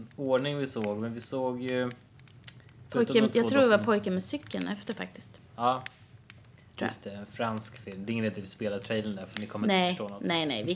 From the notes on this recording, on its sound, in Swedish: Brasan knastrar i bakgrunden